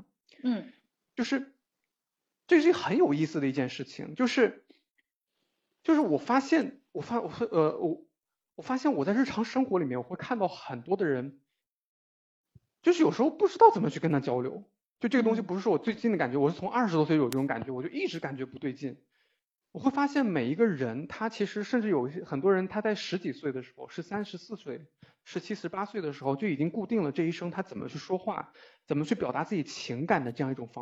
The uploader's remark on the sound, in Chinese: 由于信号的原因，导致录音听上次又一些延迟和「抢话」的错觉